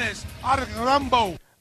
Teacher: He rolled his R